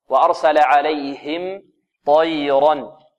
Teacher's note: هنا الهاء هنا لابد من إيضاحها، لا نقول عليهم عليهم، البعض هكذا وأرسل عليهم عليهم، تسمعون هذا موجود هذا وغير موجود عند بعض الطلاب موجود، ولذلك لابد من إيضاح الهاء لأن الهاء حرف خفي · الميم هنا مرققة والطاء ماذا؟ مفخمة